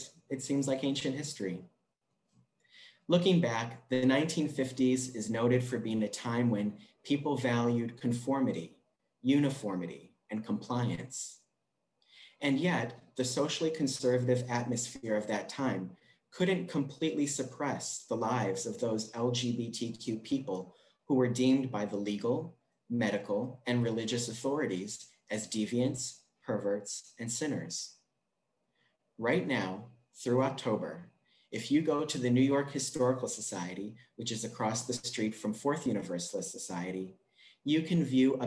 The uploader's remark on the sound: This recording features the reading and reflection from our Sunday service in celebration of LGBTQ+ Pride.